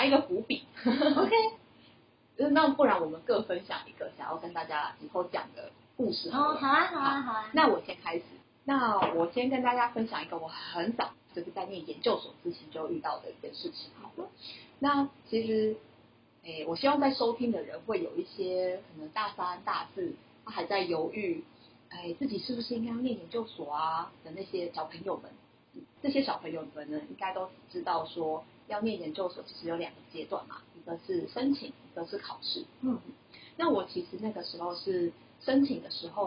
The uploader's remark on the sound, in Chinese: 第一集好像收音還沒調整好請大家見諒啊